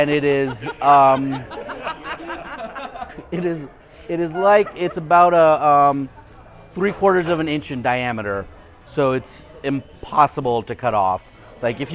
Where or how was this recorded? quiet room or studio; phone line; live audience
live audience